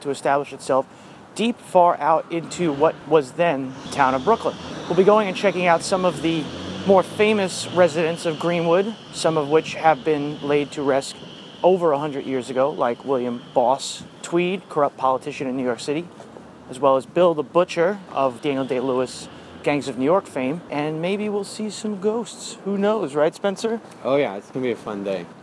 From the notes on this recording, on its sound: took a walking tour of Greenwood Cemetery in Brooklyn and recorded our conversation